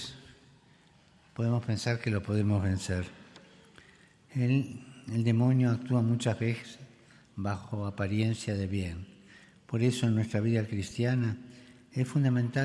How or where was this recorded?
live audience